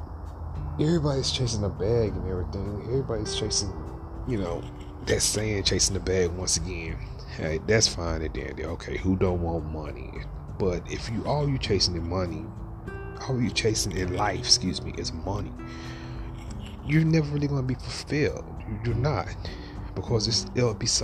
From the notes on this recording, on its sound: In the episode we're coming live from under a night sky.